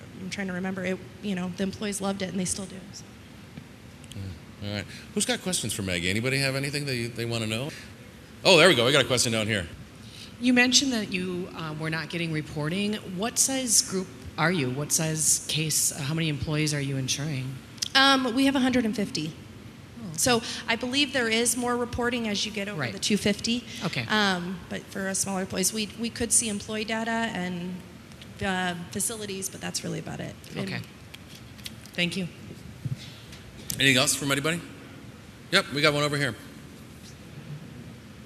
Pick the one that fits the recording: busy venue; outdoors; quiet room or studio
busy venue